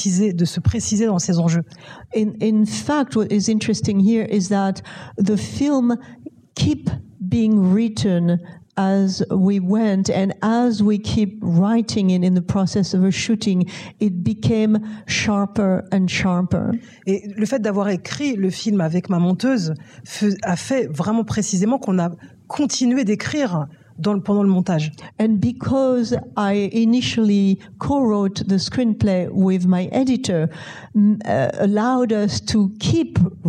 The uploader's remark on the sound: In a Q&A at the DGA theater in New York.